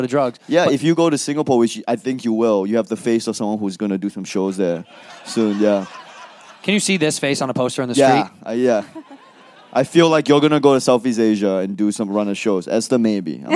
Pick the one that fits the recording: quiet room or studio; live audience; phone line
live audience